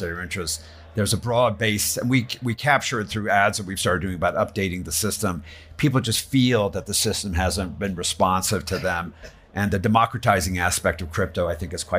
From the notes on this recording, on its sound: A live recording at The Hub by Casper Labs during the WEF's Annual Meeting at Davos 2024. Davos, Switzerland. They engage in a live podcast session.